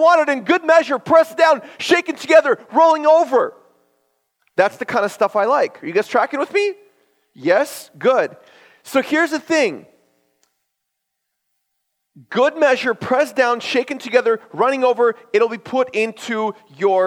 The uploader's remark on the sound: This is a sermon I preached at my church based on Luke 6:38.